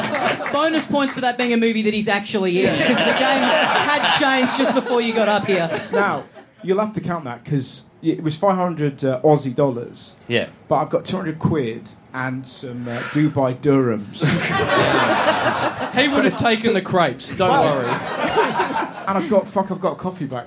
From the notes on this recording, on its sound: Live! Big live podcast and stand-up show.